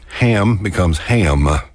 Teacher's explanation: we can create a triphthong out of a one-syllable word. We can squeeze three into one.